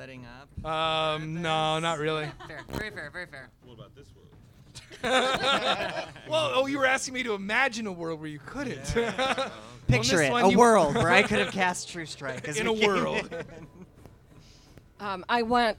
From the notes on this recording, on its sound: Here’s another edition of our live show series Thirst For Adventure!